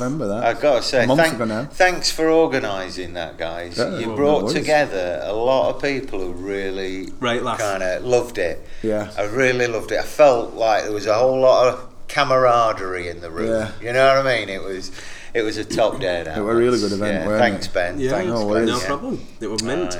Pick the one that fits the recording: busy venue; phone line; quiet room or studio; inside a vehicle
busy venue